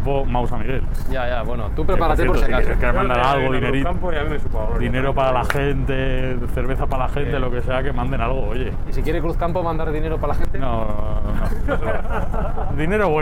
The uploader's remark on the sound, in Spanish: Hemos grabado un episodio especial dentro de un AVE, de un tren de Alta Velocidad Española, aprovechando un viaje desde Madrid a Fuengirola. De pie en el vagón cafetería.